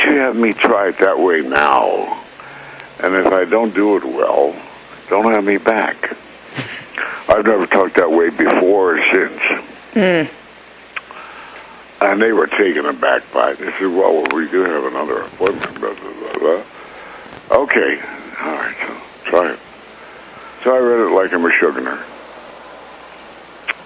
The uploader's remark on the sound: We spoke over the phone. From Los Angeles.